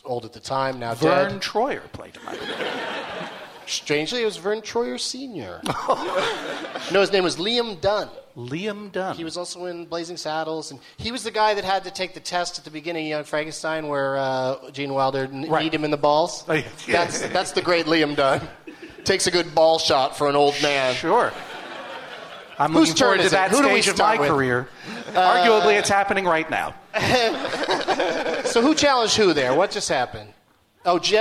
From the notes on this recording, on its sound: Recorded live at the Gramercy Theatre in New York, New York.